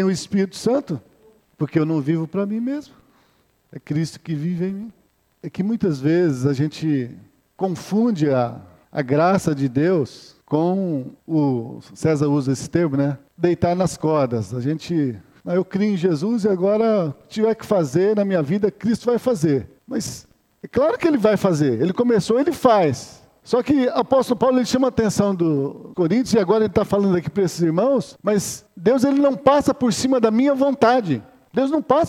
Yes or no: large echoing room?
yes